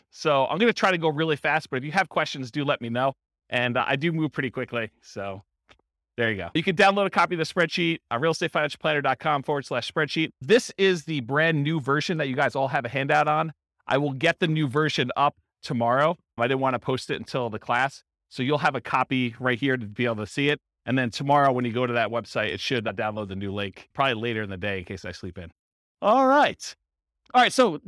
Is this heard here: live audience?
yes